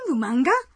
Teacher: Já que desca, que indica uma pergunta, foi omitido, é preciso dizer a frase com uma entonação ascendente. manga?